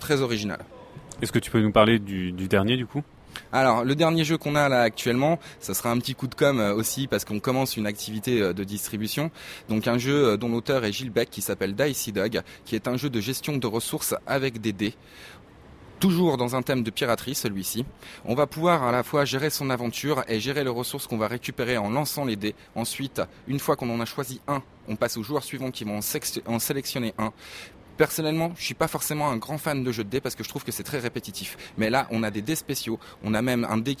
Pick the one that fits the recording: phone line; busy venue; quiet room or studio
busy venue